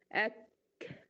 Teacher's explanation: همس الكاف يعني افتح المخرج الهواء يخرج لوحده، ما ادفعوش انا او اعمل مجهود ان انا ادفعه.